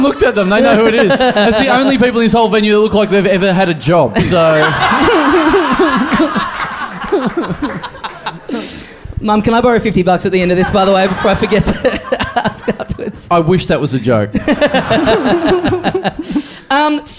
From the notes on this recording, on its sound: Recorded LIVE at The Joint in Melbourne